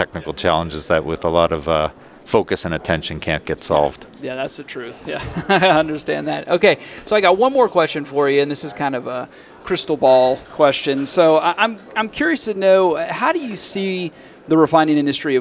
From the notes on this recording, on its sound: Live at AFPM. At the AFPM Annual Meeting in San Antonio, Texas.